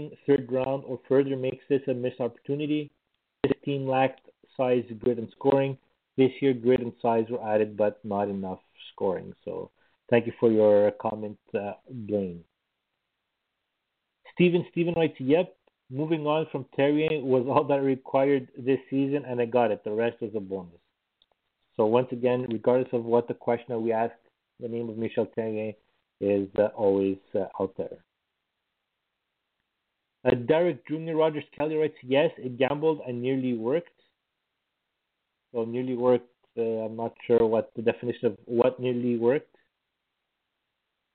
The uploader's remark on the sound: we take your phone calls